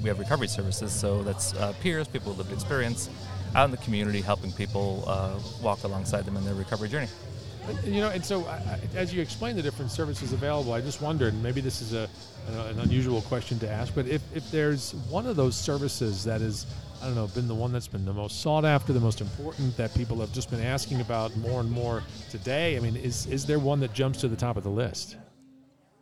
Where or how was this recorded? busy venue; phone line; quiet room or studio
busy venue